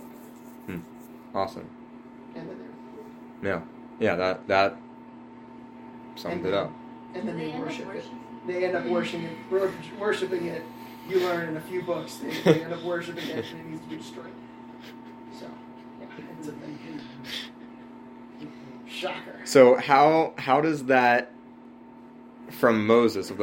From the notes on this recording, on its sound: Please excuse the lesser quality audio on John 1 - 9.